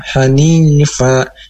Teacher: Hanifa ini ada huruf ada mad yang harus dipanjangkan dua harokat karena ada kasrah menghadapi ya mati